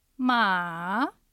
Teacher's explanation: ああとがっかりするような一度下がって上がります · Term: 三声